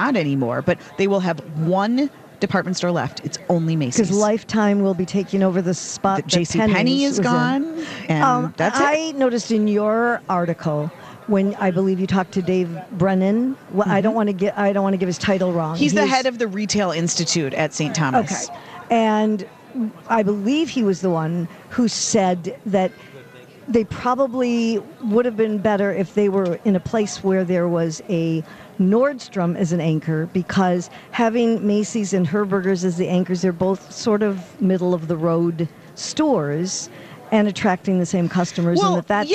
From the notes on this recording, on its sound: Live at the American Craft Council show